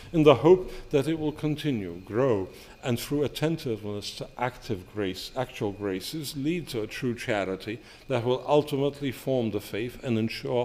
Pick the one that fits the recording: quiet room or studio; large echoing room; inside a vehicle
large echoing room